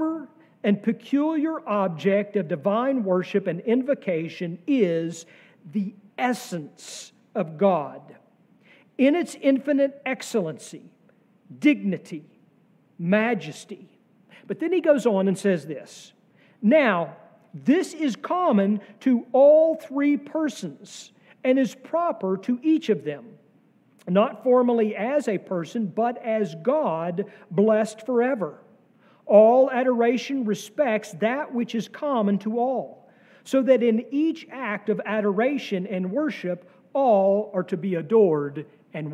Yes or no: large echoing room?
yes